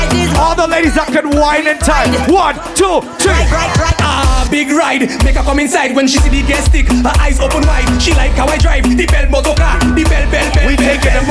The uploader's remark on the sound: LIVE AT WUK U SUMMER SCHOOL!